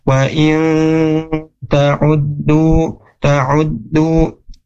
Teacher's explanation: bacanya harus digunahkan, dimasukkan ke hidung. · Term: ikhfa